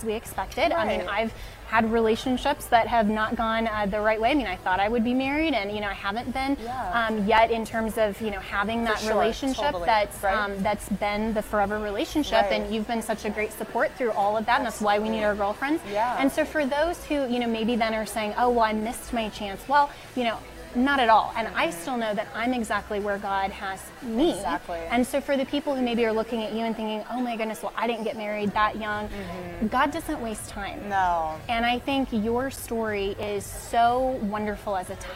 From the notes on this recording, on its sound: Live at the Turning Point USA Young Women's Leadership Summit in Dallas.